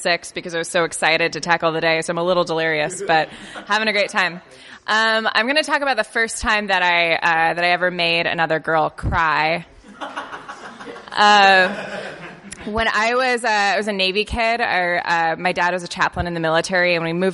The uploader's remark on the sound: Here's the first ever festival show we did, from the Jangleheart Comedy Circus in 2013. Recorded in a venue lobby ("podcast stage").